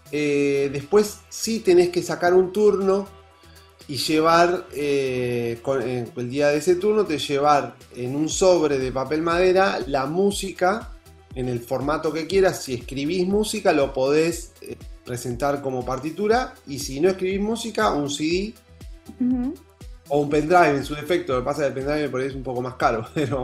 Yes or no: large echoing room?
no